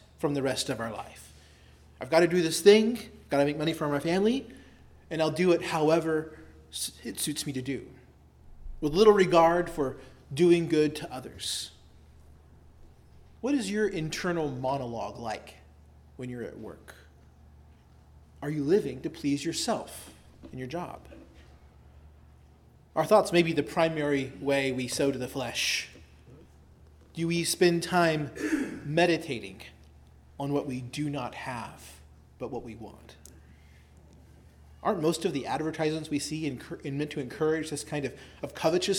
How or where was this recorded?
large echoing room